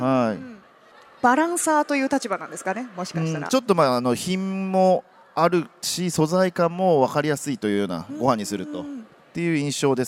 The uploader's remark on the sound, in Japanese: CRAFT SAKE WEEK 2023 at ROPPONGI HILLSにて公開収録。